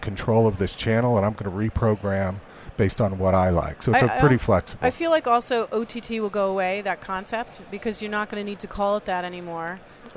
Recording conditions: busy venue